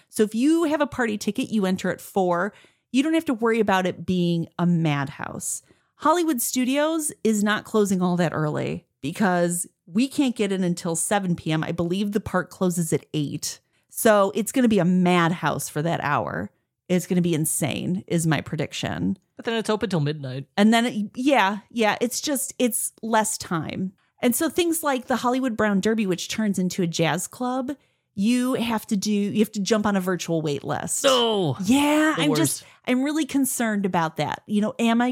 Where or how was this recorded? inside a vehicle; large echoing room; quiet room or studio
quiet room or studio